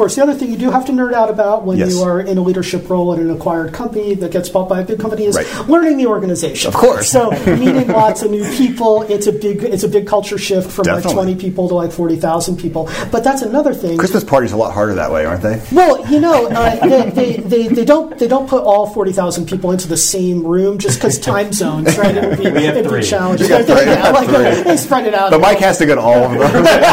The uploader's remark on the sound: TECHVIBE RADIO BROADCASTS FROM SQUIRREL HILL. We took TechVibe Radio to Huntington Bank’s new branch in Squirrel Hill.